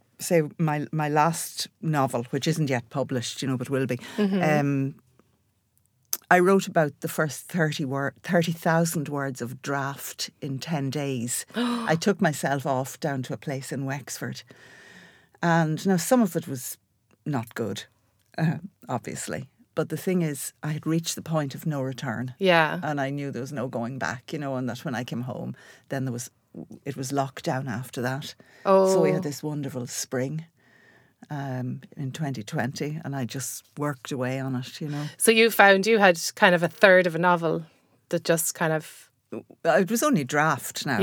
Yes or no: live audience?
no